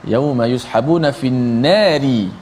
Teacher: Ra bari bawah dibaca nipislah